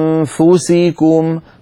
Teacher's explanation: عندك ملاحظات عديدة يعني أستطيع أن أفيدك بأشياء منها، مثلا أنفسكم وإن تبدوا ما في أنفسكم، لما تقول أنفسكم تنتقل من الهمزة إلى مخرج الفاء مباشرة بدون ضغط على مخرج الفاء، هكذا وتأتي بغنة من الأنف، ثم لما تصل إلى الفاء تضغط على مخرج الفاء، هكذا أنفسكم، فالضغط يكون عند وصولنا في النطق إلى حرف الفاء.